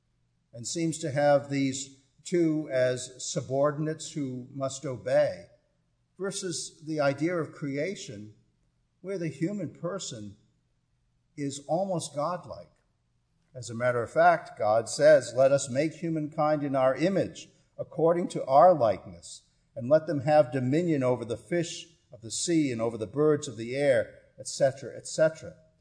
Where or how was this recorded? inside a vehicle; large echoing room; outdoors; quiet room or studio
large echoing room